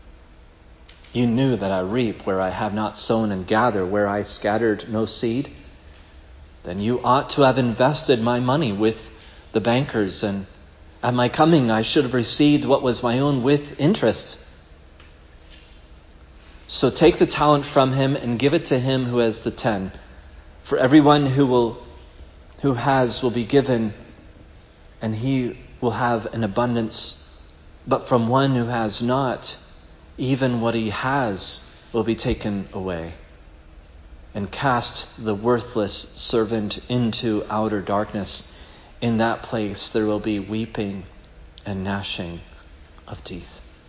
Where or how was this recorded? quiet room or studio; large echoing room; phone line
large echoing room